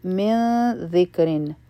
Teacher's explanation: د من نه پس ذال راغی نو دلته به مونږ نری اخفا کوو او رابه نری وایو.